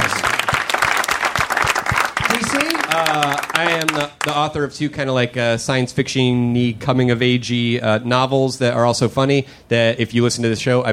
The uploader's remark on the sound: LIVE AT SF SKETCHFEST. Live at the Punchline Comedy Club for San Francisco Sketchfest.